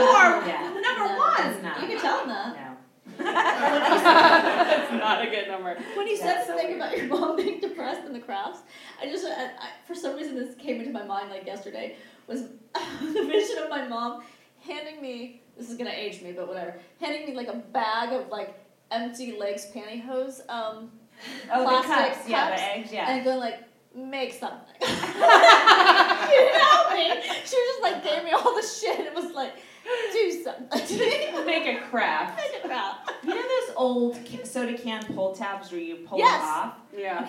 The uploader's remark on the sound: It's my first time doing Motherhood in Hollywood in front of a live audience and it was a hoot. We also raised money for an organization called No Kid Hungry during this show so you will hear me giving away prizes and harassing the audience.